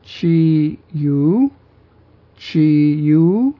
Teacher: We would be pronounced Chi Yu, Chi Yu, like that, because the accent shows there's no up or down pitch change in the name Chi, Chi, Chi Yu, whereas the U has an upward change in the pitch as indicated by that accent, the upward angle.